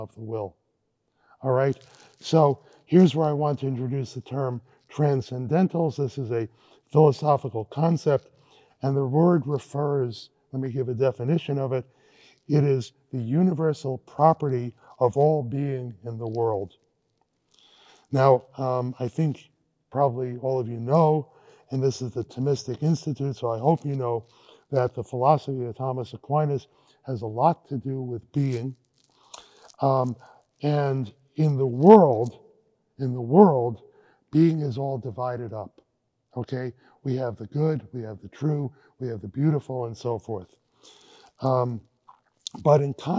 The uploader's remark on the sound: This lecture was given on March 8, 2023 at Vanderbilt University.